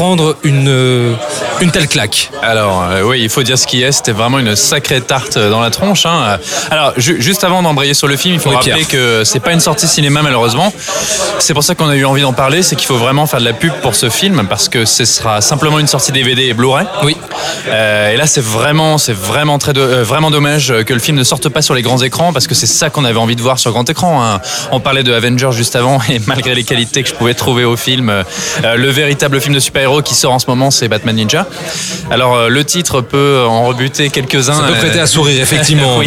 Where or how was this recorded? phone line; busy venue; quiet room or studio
busy venue